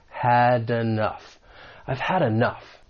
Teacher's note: When you pronounce this phrase, there is some linking that may occur. That final consonant sound in had may get linked with the beginning vowel sound in enough.